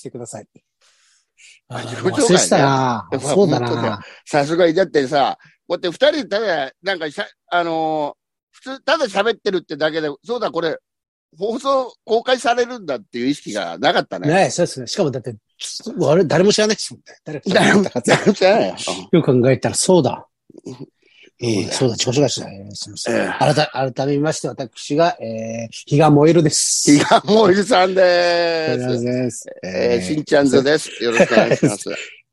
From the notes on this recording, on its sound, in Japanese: ZOOMで収録